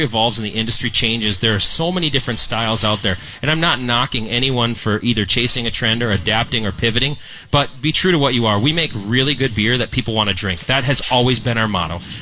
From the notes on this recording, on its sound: The Beer Show took the show on the road to broadcast live from Thirty Bales in Hopkins!